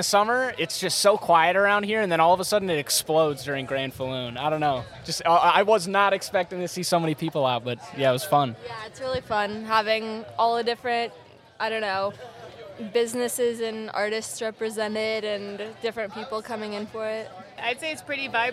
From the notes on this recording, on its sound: Public opinion polls in the streets of Bloomington produced by WFHB’s Youth Radio.